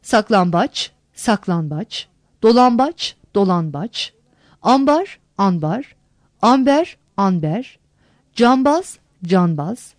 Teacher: N, M değişmesi. Dilimizde B ünsüzünden önce gelen N ünsüzü bazı örneklerde M'ye dönüşür.